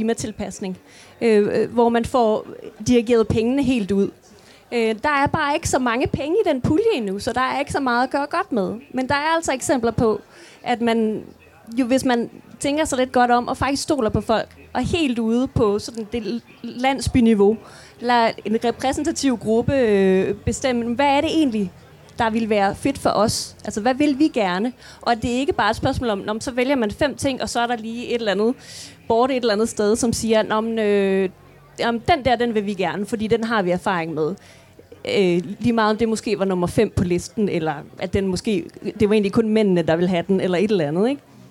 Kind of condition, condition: setting, live audience